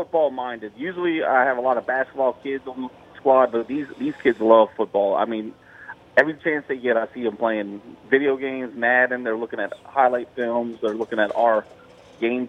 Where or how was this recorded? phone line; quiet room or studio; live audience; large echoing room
phone line